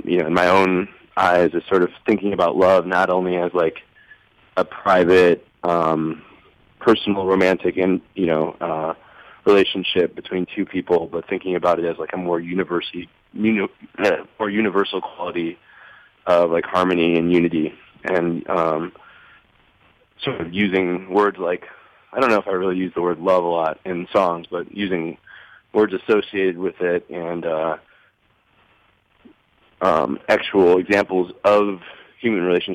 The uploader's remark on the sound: phoned in to Radio One Chicago